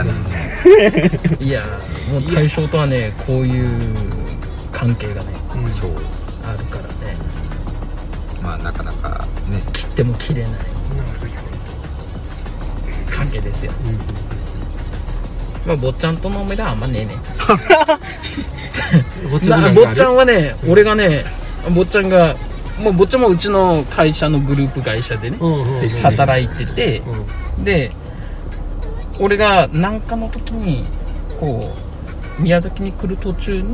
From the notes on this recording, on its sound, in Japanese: 宮崎市内にある「住吉公園」という場所で行ったのですが、当日は残念ながらいい天気には恵まれませんでした。いつものように車の中で収録しているのですが。